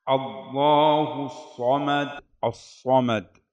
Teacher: الصمد، الصاد مفخمة من الدرجة الثانية